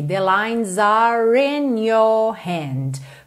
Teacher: Porque ele já queria emendar no in, então are in, eu já uso esse R enrolado para fazer essa ligação.